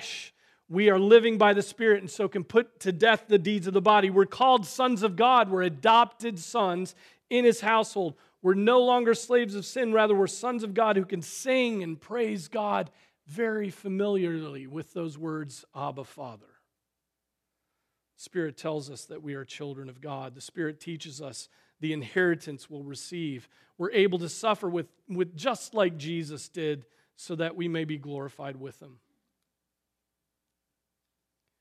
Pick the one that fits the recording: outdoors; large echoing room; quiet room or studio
large echoing room